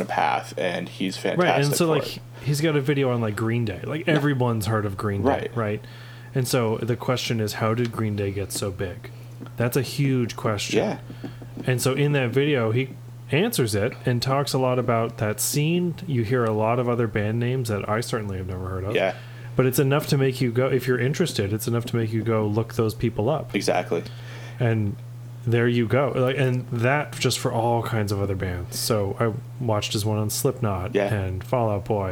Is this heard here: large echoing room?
no